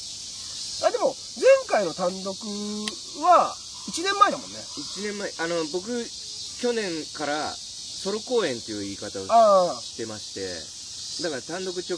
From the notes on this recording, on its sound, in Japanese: 渋谷の隠れた良い公園にて収録しています。